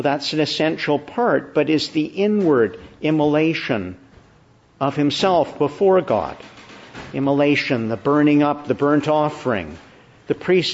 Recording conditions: large echoing room